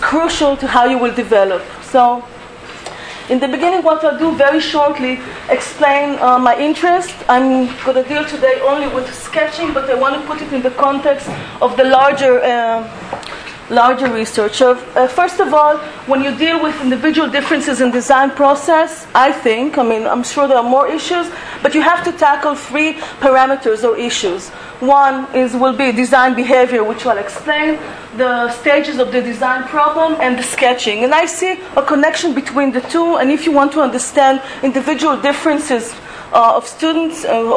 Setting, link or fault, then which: setting, live audience